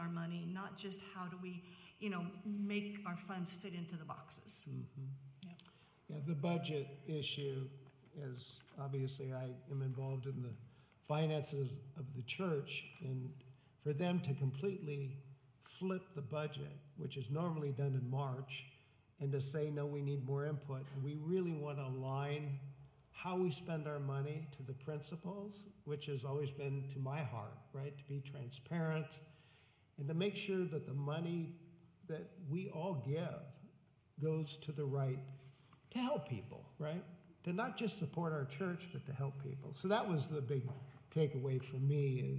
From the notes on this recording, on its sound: 10am Worship. Audio of our worship service on 6/25/23. Streamed live on video from our campus in Westlake Village, CA.